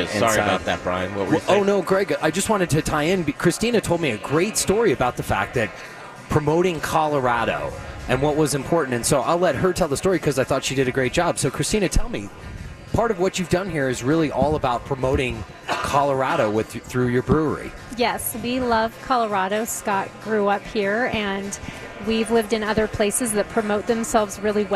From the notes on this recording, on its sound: Live from Colorado Mountain Brewery in Colorado Springs!